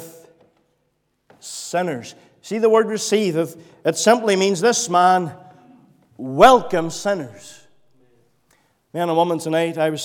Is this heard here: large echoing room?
yes